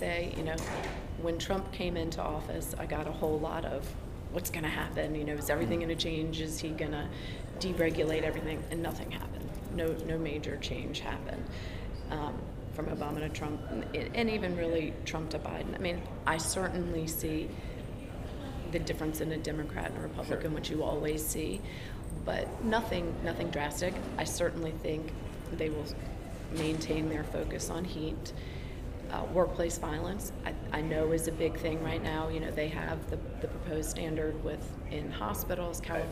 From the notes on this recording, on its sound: This interview was recorded at the NSC Safety Congress in New Orleans in October.